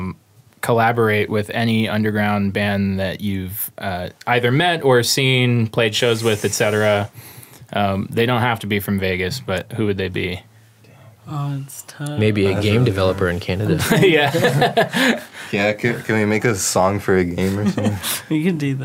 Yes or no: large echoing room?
no